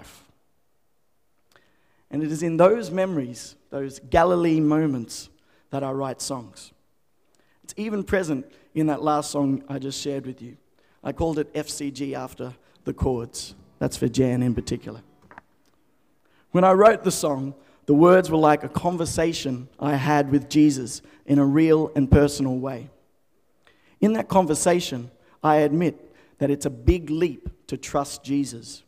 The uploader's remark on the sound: The FaithFeed Live Studio Audience.